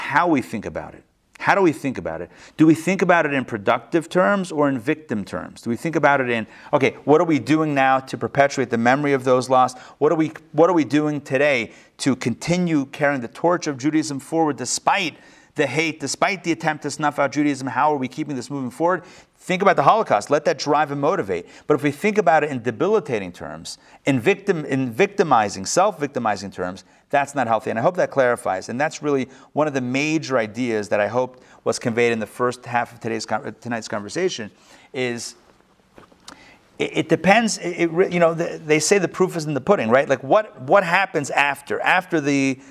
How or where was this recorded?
live audience